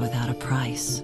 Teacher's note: price 当中呢有一个双元音 I，发音呢要尽量地做到饱满到位。 · IPA: [aɪ]